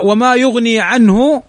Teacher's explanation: عنه نون ساكنة بعدها الهاء، والهاء من حروف الإظهار